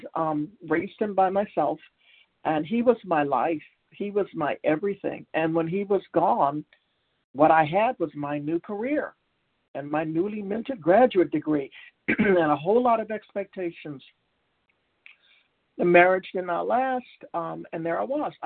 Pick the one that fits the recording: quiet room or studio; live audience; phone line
phone line